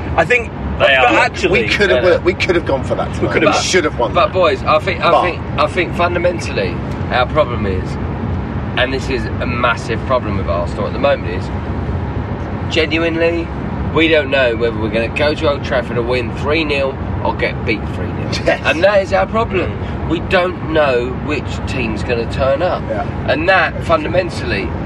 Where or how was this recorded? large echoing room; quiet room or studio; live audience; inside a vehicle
inside a vehicle